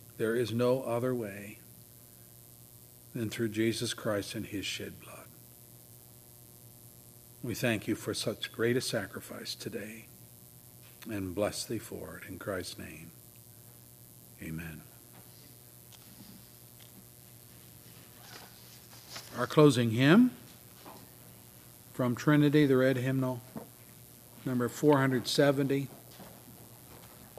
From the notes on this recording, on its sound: services recorded at Thornville Baptist Church